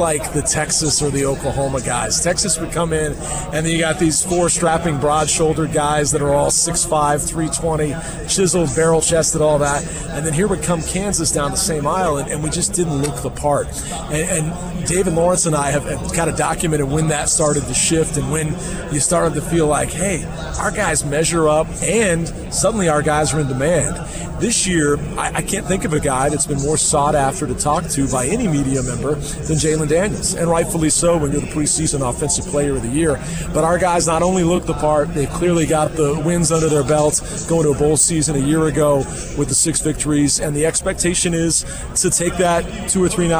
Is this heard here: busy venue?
yes